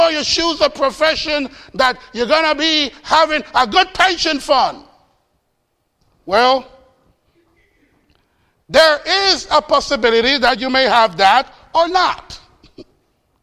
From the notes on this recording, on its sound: Faith Baptist Church in Hamilton, NJ.